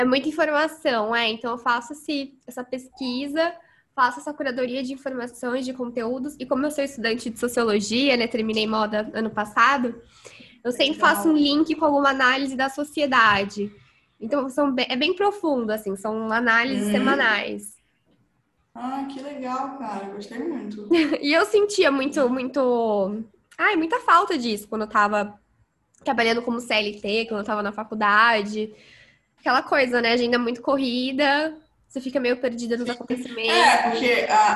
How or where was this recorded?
video call